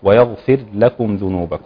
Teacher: فهنا ما فيش إدغام، يبقى أسكن الراء واظهرها وانطق اللام. طبعا مقصودك بالإدغام هو إدغام الراء في اللام.